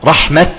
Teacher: إذن عند الوقوف نقف عليها بالتاء المبسوطة، رحمة بالهمس وليس بالهاء، بالسكون المحض والتاء مفتوحة، رحمة.